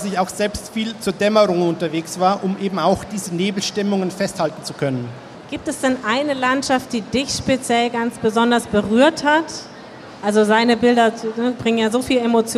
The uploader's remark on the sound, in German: live von der Frankfurter Buchmesse